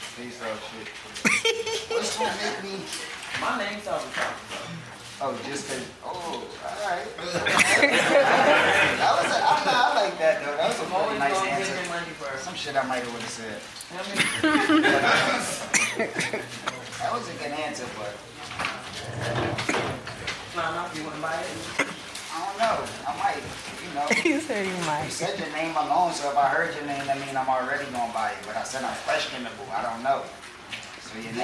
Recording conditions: poor sound quality